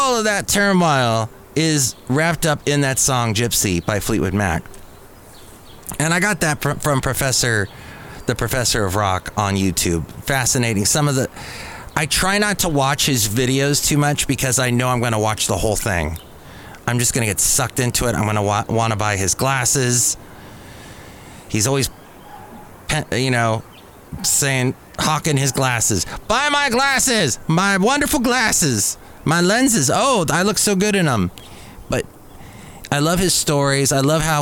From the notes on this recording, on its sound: podcasts live from Café Anyway